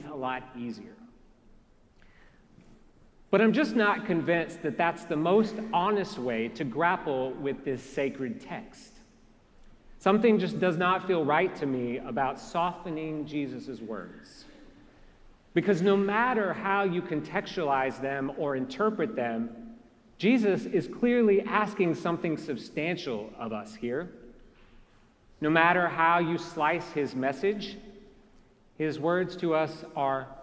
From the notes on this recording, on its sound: Preached at our celebration of the Holy Eucharist on the Thirteenth Sunday after Pentecost.